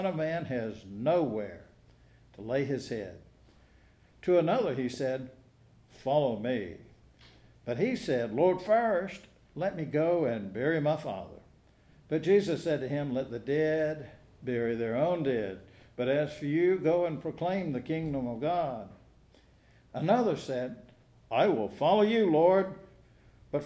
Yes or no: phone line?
no